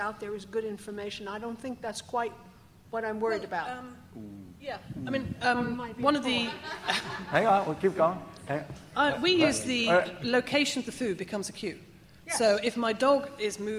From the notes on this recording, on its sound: excerpt from the ClickerExpo 2010 panel discussion